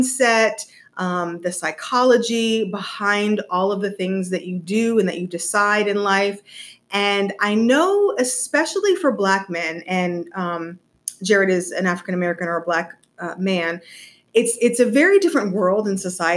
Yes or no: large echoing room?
no